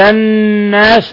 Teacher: نون مشددة تغن مقدار حركتين